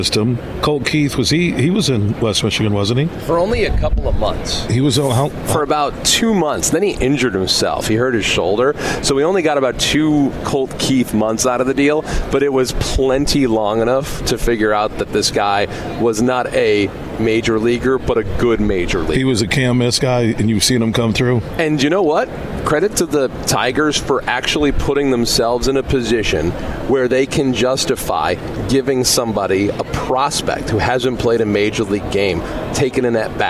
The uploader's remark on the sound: Today we're broadcasting live from the Grand Rapids Boat Show happening all weekend at DeVos Place in Downtown Grand Rapids. Throughout the show we were joined by some of the great folks connected to the boat show to hear all about what they have to offer this weekend.